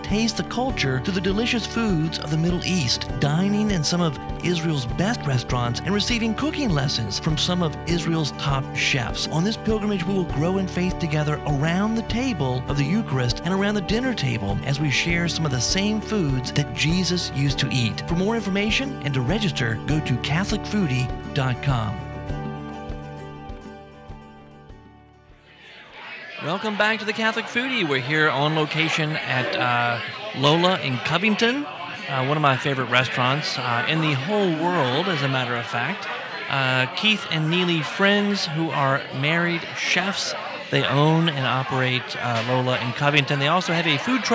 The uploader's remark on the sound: On-location at LOLA in Covington for the Vintner's Dinner, part of the A Taste of Covington event this weekend.